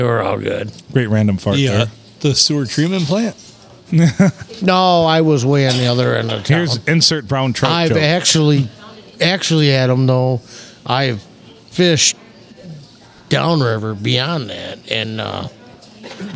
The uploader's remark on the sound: Recorded at the Rustic Tavern on Sunday Funday.